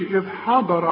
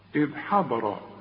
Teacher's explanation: هنقول حاء والضاد هي المفخمة مع الراء المفخمة · Shown in: second take